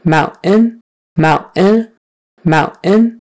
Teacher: So your tongue will go forward for the N at the very end, but not for the T. · Term: glottal stop